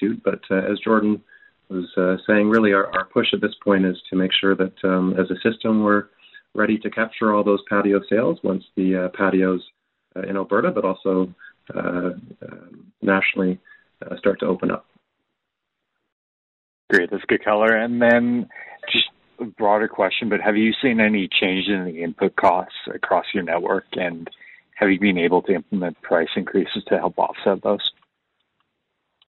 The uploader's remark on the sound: First quarter 2021 earnings call for Boston Pizza Fund.